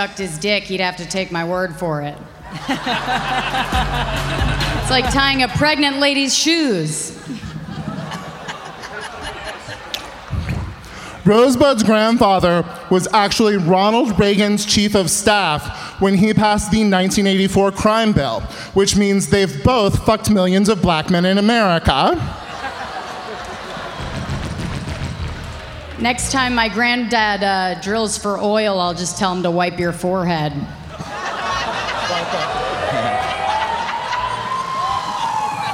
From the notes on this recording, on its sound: This episode is live audio from Comedy Centra’s Clusterfest 2019.